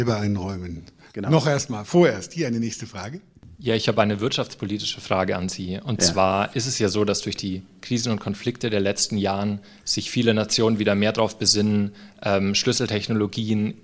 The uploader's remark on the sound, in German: Live-Aufzeichnung im Nürnberger Planetarium